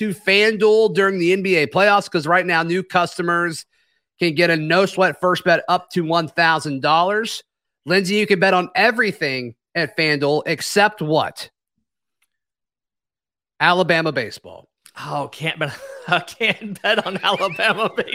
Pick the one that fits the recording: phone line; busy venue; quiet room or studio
quiet room or studio